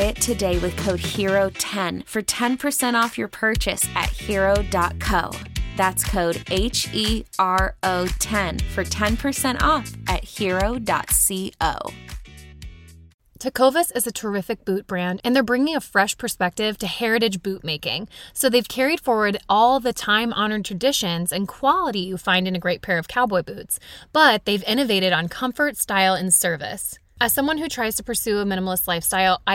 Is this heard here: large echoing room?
no